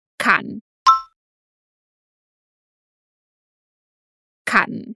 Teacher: o A do kann também é bem aberto, sem nasalização